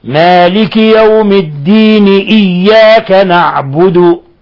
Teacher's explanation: بعض الناس يقرأ مالك يوم الدين إياك يسقط الهمزة، لا يظهر الهمزة، مالك يوم الدين إياك نعبد، خطأ، مالك يوم الدين إياك نعبد، لابد من إظهار هذه الهمزة خصوصا حالة وصلها بما قبلها